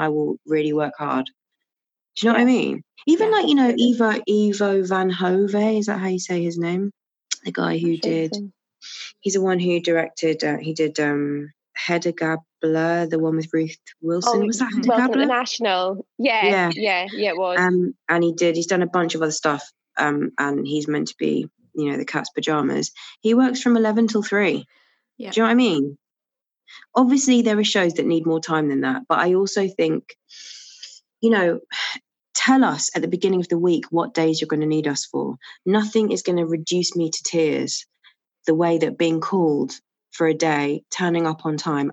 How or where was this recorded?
video call